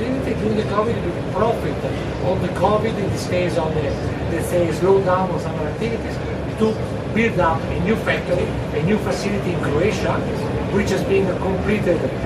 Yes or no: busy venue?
yes